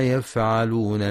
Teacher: ينتبه القارئ لصفة الهمس في حرف الفاء من كلمة يفعلون.